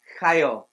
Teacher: So get a good little guttural in there. It's not like a hard one. It's kind of a soft.